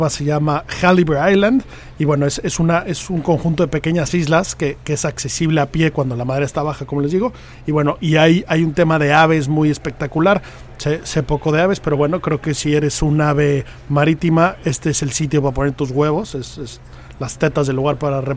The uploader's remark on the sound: Live From The Open 151. Como inicia la cobertura del Open 151 desde Royal Liverpool.